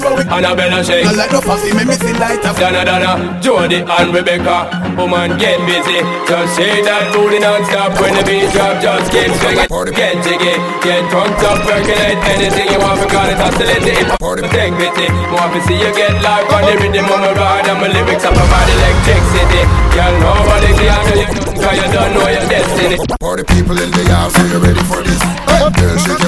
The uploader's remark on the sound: Festac NYC. Live Audio From Link Up Thursdays.